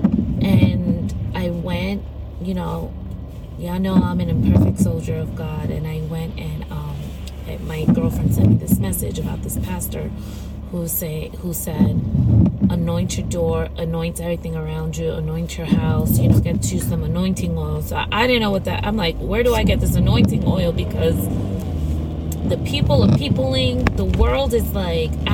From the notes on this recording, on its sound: from the driver's seat of my car